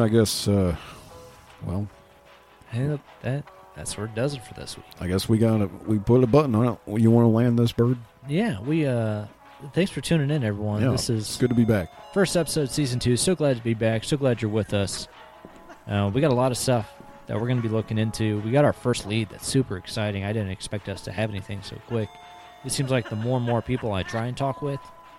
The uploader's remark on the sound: come to you live from Pistol Pete's Liquor Ranch